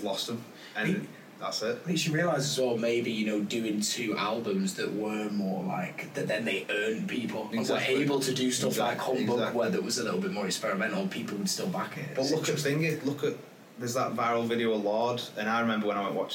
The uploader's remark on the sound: A few technical problems with the space on his laptop meant that we had to use the camera audio for this episode!